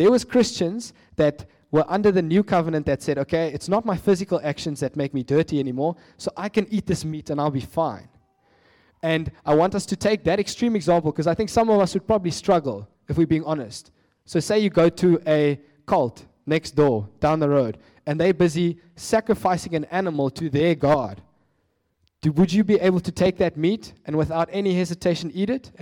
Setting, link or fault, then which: setting, large echoing room